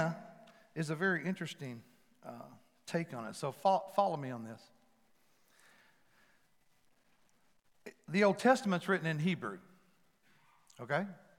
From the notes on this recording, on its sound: Palm Sunday at FMJ. Recorded live at The Fellowship at Mt Juliet.